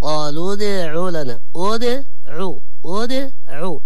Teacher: أن الضمة على العين فقط وليس على الدال، لأن الكثير يقرأها ادعوا لنا يعني وضم الكل الدال مع العين، لا، الإنسان يتدرب عليها ويلفظها بالشكل الصحيح.